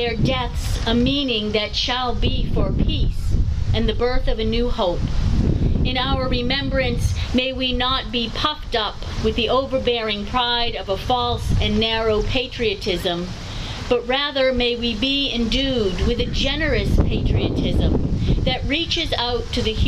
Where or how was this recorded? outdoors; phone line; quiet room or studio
outdoors